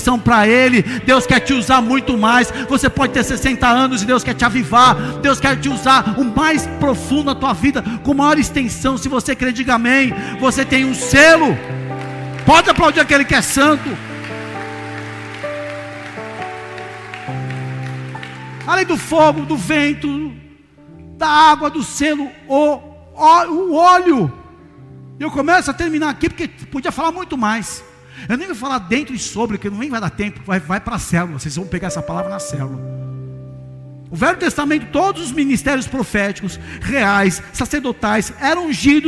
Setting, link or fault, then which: setting, large echoing room